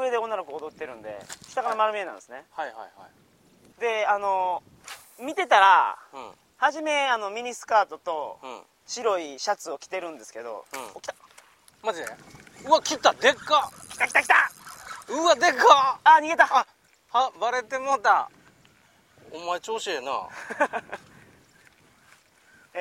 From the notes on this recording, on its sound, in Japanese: タイで幻の魚バラマンディ釣りに行ってきました。今週は釣りをしながら収録をしております。